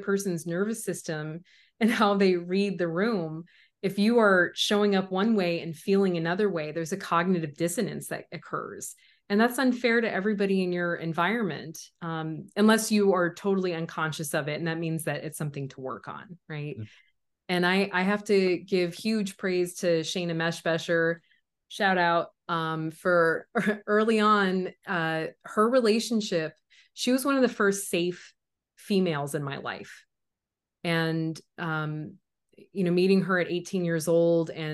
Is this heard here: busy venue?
no